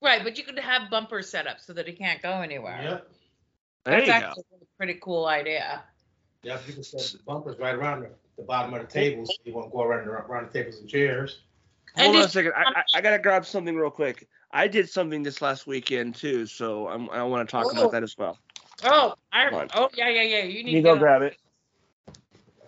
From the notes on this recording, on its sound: the skype call was recorded